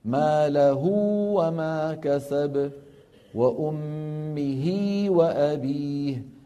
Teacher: الأولى موصولة بواو لأن الهاء مضمومة، والثانية موصولة بياء لأن الهاء مكسورة · Term: صلة صغرى